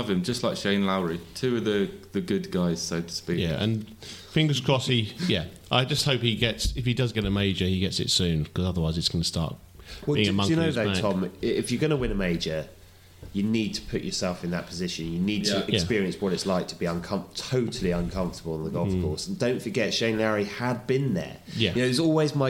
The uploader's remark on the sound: We're live from Portrush in our 148th Open Championship wrap up.